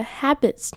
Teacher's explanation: 这边的 A 呢是 Apple 的那个 A 的音，所以你的嘴型要长又扁